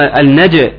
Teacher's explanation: ناخد بالنا من النون المشددة ثم النج قلقلة الجيم